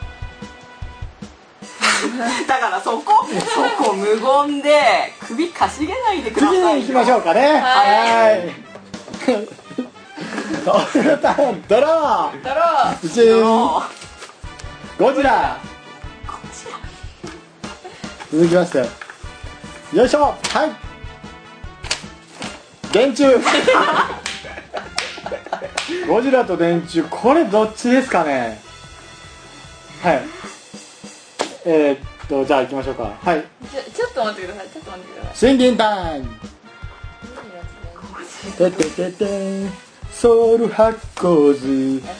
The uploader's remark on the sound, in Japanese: ムービーカメラ収録してますのでノイズが入ってます。